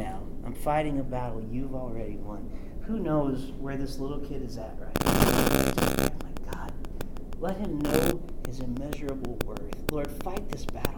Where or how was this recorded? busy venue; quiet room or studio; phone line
busy venue